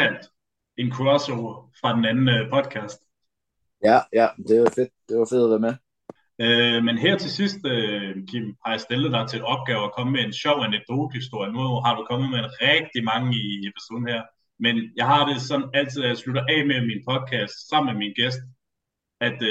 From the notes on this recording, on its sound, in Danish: Vi har optaget det via Zoom, så hvis lyden lyder meget speciel, så er det derfor.